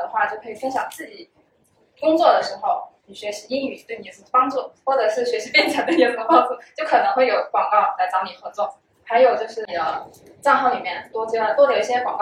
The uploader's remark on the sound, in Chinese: 今天这一期是线下听友会上海站的现场实录。和大家相聚在BFC外滩金融中心。